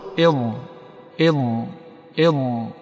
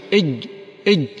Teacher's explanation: فتقول إض إض إض ولا تقول إض كالطاء طاء إض، الجيم إج إج، ينحصر فيه الهواء ولا يمتد. أما الضاد فلما فيها من صفة الاستطالة فإن الصوت فيها يمتد وإن لم يخرج خارج الفم · Shown in: first take · إلا أنه يمتد، فامتداده هذا عد به رخوا، وسيأتي إن شاء الله تعالى تفصيل ذلك أكثر.